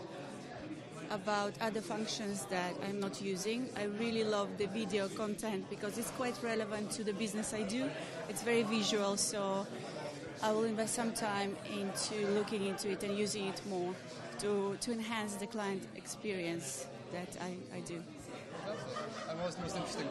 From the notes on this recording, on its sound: Audio recordings from the London HubSpot User Group in London